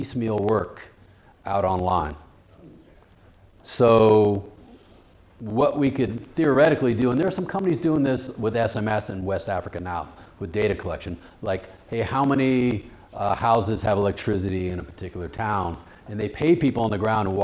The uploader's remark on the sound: This lecture occurred at The Institute of World Politics on February 7, 2017.